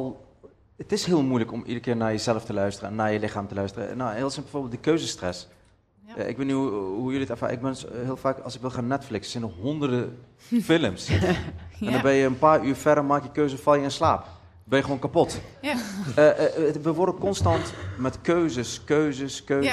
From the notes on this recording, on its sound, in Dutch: Een live gespreksprogramma dat op 7 oktober werd opgenomen in de Serre van de Botanische Tuinen in Utrecht. Luister in deze podcast naar een compilatie van het gesprek terug.